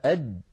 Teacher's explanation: صفاته أنه شديد يعني لا يجري معه صوت